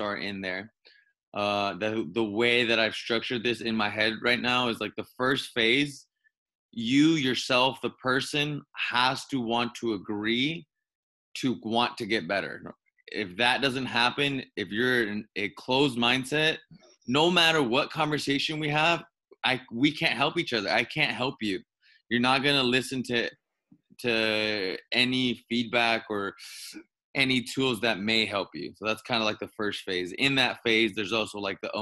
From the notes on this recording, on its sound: Quarantine zoom call